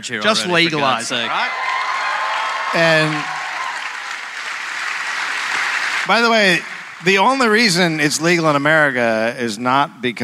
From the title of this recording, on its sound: live in Sydney